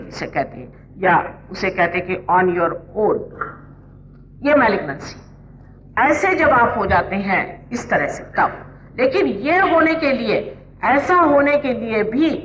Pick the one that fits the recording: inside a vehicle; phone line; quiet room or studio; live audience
live audience